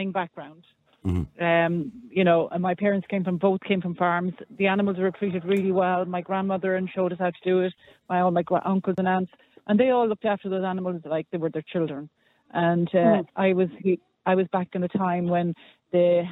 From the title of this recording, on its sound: Callers ONly